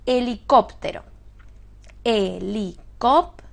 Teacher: De manera que está acentuada en la antepenúltima. Si está acentuada en la antepenúltima, es esdrújula.